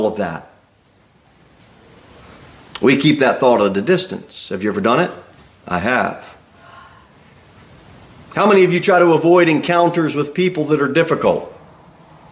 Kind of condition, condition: setting, large echoing room